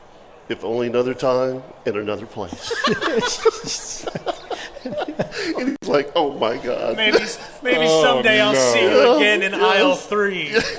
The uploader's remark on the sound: LIVE At The 2023 OS Christmas Show!